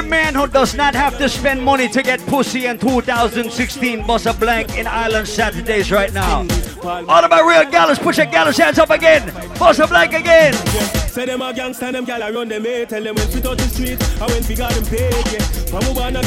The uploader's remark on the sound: Live at Island Saturdays in Providence, RI on April 23, 2016